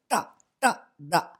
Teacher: au lieu de prononcer avec la langue directe contre les dents ou les alvéoles, vous recourbez la langue en cuillère et ça donne ta, ta, da. · Term: consonnes rétroflexes